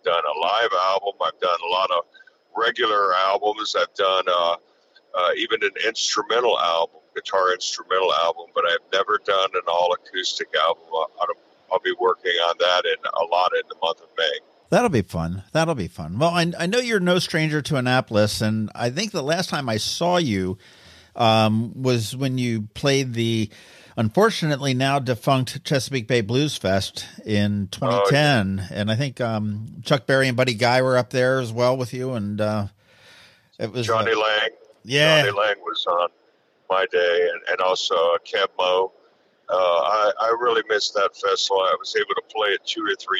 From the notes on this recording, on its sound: Today, we hopped on the phone